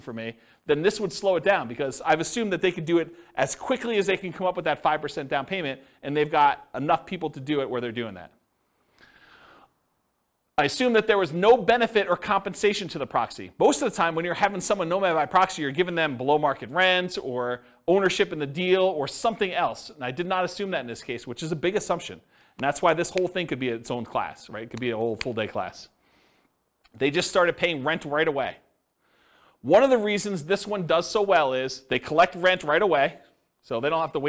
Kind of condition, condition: setting, live audience